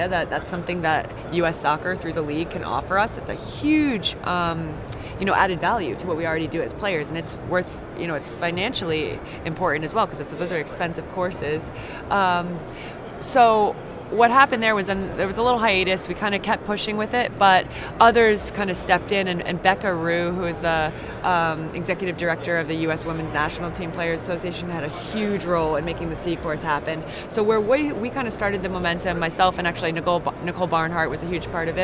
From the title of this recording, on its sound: Live from the 2019 USC Convention